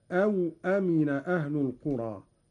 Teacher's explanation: قرأ قالون بإسكان الواو هكذا